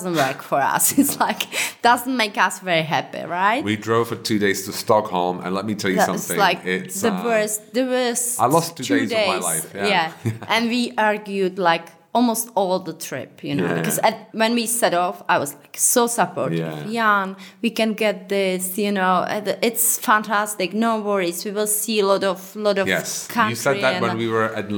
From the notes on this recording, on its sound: We recorded the podcast in the cinema of the Bokovka wine bar and had a lot of fun doing it. We actually recorded it twice, because we were unhappy about how the first recording turned out. Having more wine while recording worked wonders the second time around.